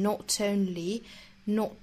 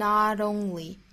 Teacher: 在发的时候不像英式发法会有很强烈的爆破送气哈 · Shown in: second take · ，不像 not onlynot，美音会发成 not only 更加轻松更加柔软的发出来了。 · Term: flap t